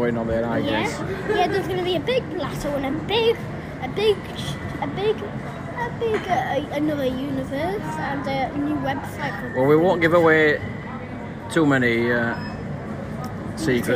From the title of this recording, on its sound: LiVE from Total Fitness Wakefield